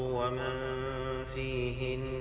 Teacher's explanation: الغنة كانت ناقصة عند قوله تعالى ومن فيهن، لابد من إتمام الغنة